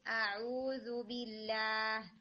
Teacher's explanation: باقی کہیں کہیں پر مجھے الف میں نا تھوڑا لگا کہ اس کو مزید سٹریٹ ہونا چاہیے، तो कॉन्शियसली आप फतहा और अलिफ को यानी आ आ करके लाइट होगा लेकिन स्ट्रेट साउंड होगी